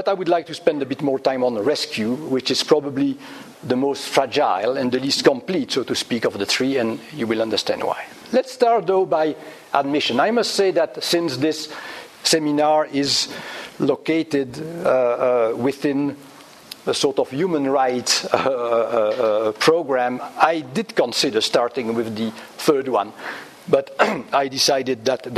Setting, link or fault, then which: setting, large echoing room